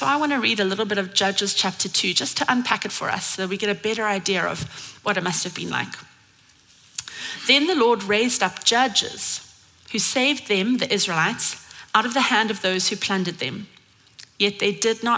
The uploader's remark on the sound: at Common Ground Church Rondebosch on the 15th of October 2023